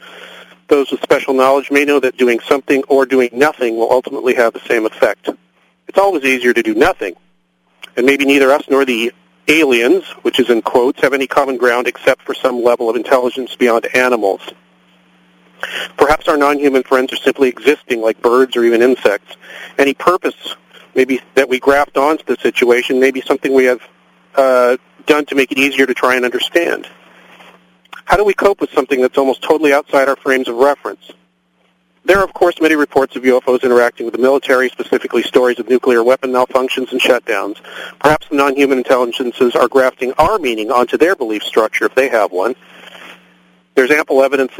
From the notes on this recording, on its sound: Call in from you-would-not-believe-where.